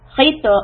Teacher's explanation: Khi is heavy and the ta is qalqala.